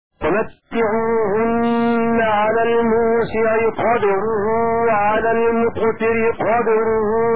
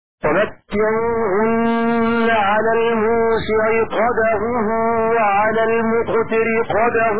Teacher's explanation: بسكون الدال تخفيفا مع القلقلة كطاء خطوات · Shown in: first take